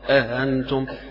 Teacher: يقرأ أأنتم بتسهيل الهمزة الثانية من غير حرف الألف بين الاثنين